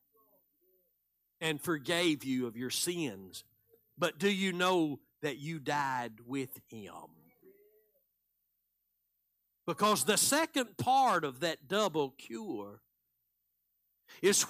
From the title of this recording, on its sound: Live Sunday Morning Service